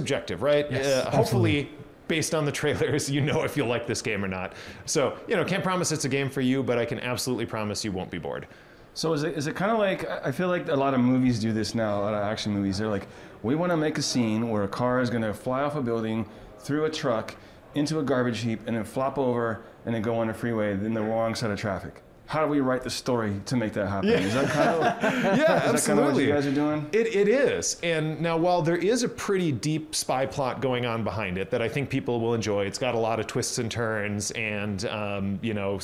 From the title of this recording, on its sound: UncleDad Live at GDC 2022 in San Francisco